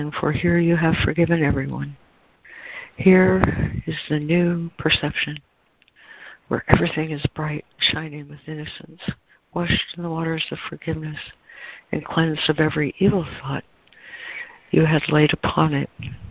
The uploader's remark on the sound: ACIM Daily Conference Call